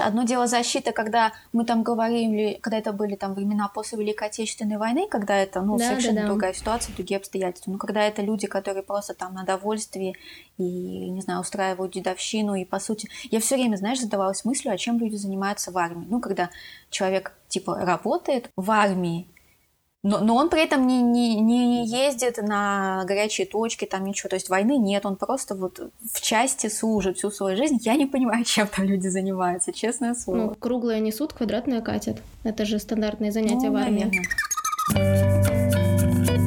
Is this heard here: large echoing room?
no